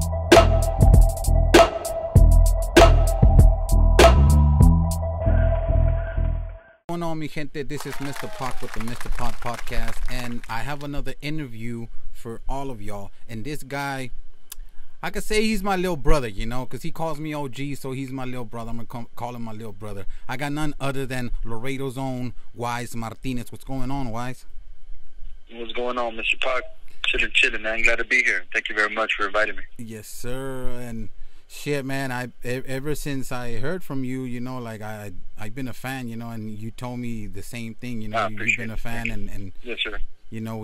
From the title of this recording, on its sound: phone interview